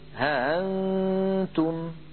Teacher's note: الوجه الثاني أنه يسهل هذه الهمزة